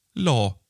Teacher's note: Det blir ju lång vokal. Kort konsonant.